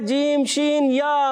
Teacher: زبان کا درمیان اور تالو کے درمیان سے ادا ہوتا ہے